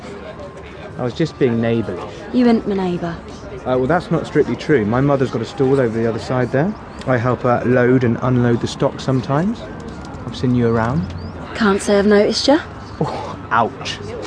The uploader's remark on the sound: recorded on location on a Traveller site